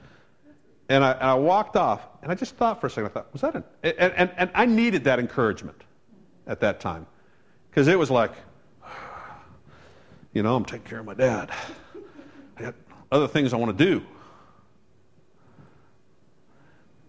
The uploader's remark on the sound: Originally preached on June 14 2015 at The Firehouse Church